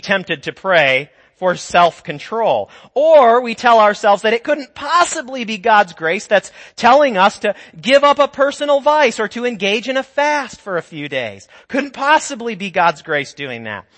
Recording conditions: large echoing room